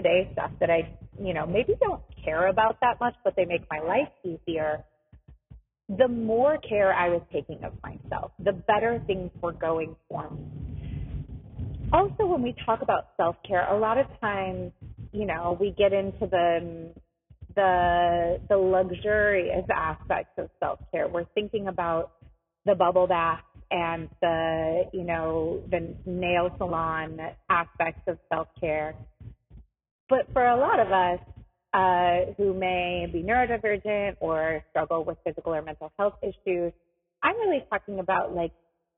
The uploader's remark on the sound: This episode has some rough audio quality